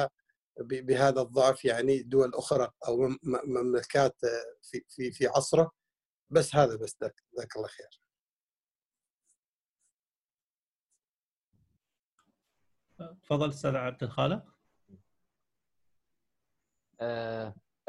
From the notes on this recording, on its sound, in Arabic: قناة أهل الكهف على برنامج Zoom. قناة أهل الكهف على برنامج Zoom. وتبث مباشر على الفيسبوك والتويتر واليوتيوب.